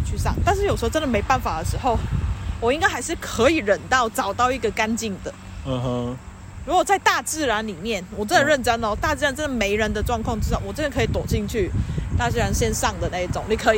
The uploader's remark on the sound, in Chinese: 這是一集意外的錄音，。是直接在路上閒晃的時候的即時錄音，。